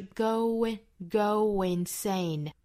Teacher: 这是属于元音加元音的连读，去加一个小小的半元音 w 的这样的一个小音，去连贯两个元音